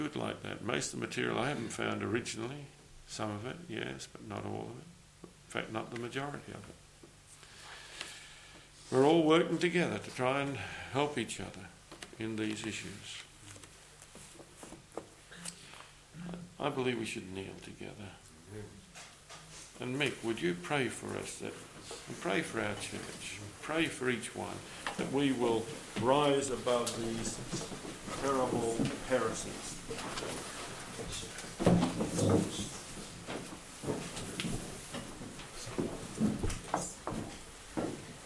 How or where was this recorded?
large echoing room